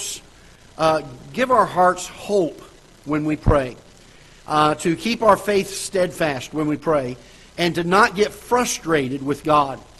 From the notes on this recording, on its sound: Ketha Heights Baptist Church ~ Live Broadcast.